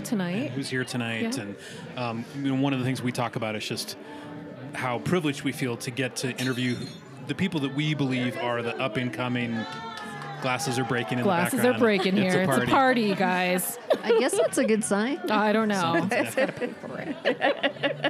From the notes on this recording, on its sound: we’re releasing a double live podcast